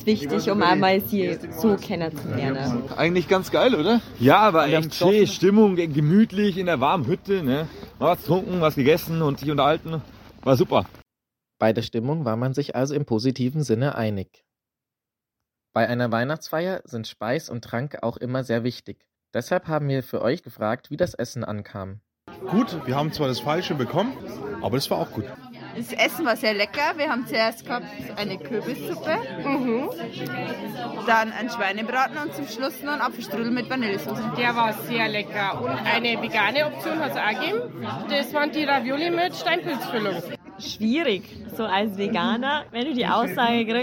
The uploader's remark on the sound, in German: Versammelte die knowis AG, ein Softwarehersteller aus Regensburg, ihre MitarbeiterInnen in einer Verweilhütte des Thurn und Taxis Christkindlmarktes, um das zu Ende gehende Jahr gebührend zu feiern. Live für euch vor Ort und fand heraus, was auf der Weihnachtsfeier alles so passiert ist.